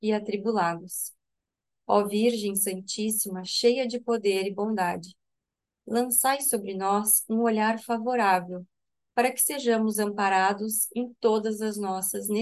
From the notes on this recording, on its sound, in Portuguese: Online pelo zoom.